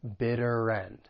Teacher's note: So the weak to is going to sound like ta, and the weak article, the. And then we can link the final consonant sound in bitter with the beginning vowel sound in end.